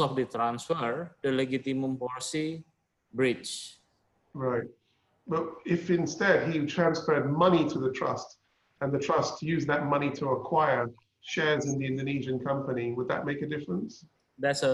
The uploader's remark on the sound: Virtual Round Table. Webinar audio recording dated 2 Jun 2020.